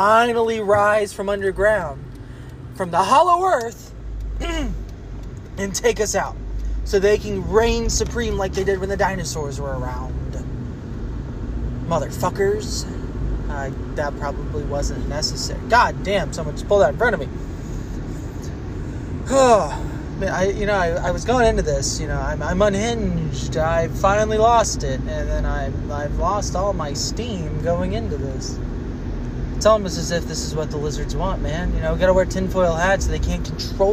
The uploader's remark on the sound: I scream from my car.